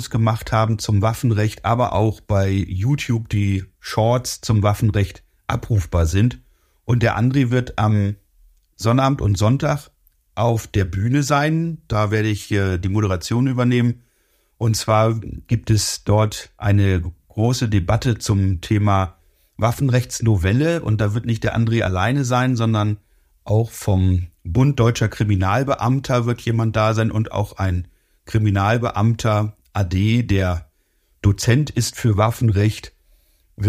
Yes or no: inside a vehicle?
no